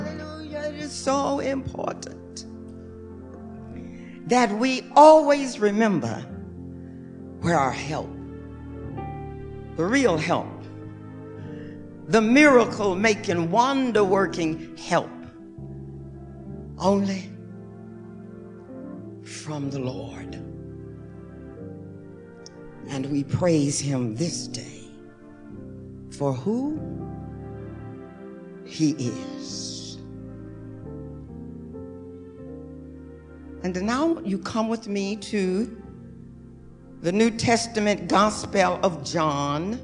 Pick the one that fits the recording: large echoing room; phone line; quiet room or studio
large echoing room